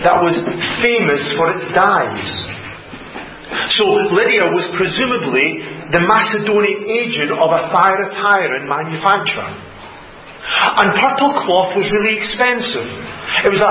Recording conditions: large echoing room